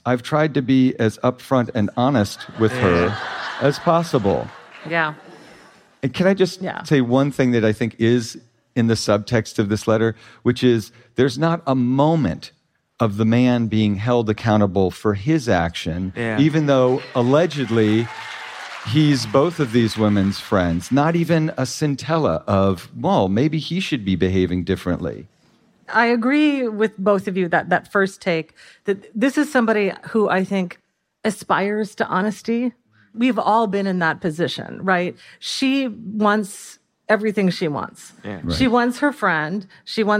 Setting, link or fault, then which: setting, live audience